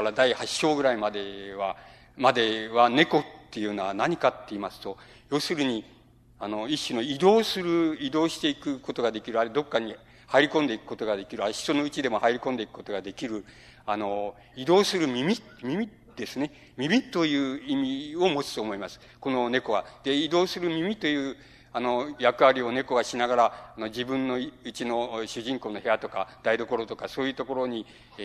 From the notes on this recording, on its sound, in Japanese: 音質：５。主催：日本近代文学館。場所：有楽町・よみうりホール。近代文学館・夏の文学教室。音源はライン録音。